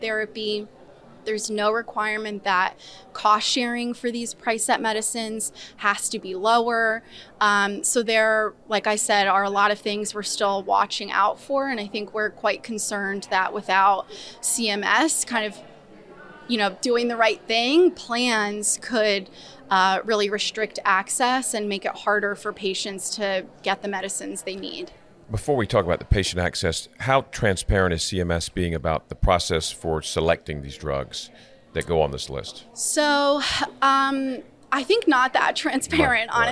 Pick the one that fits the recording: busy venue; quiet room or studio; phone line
busy venue